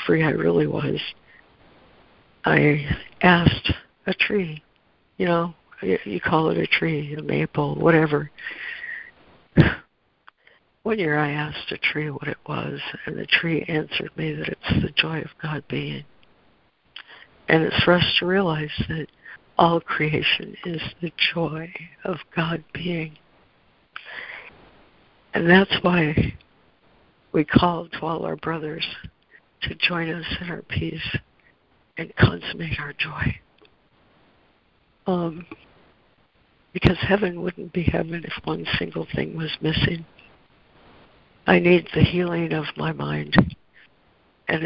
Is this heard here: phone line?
yes